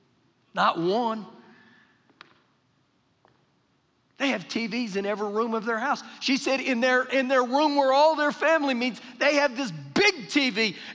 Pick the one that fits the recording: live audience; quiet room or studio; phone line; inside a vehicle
live audience